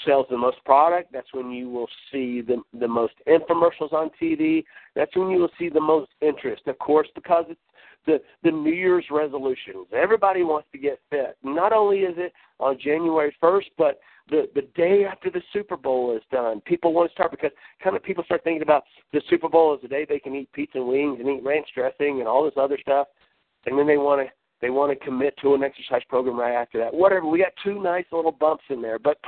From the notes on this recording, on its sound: Team Elite Conference Call.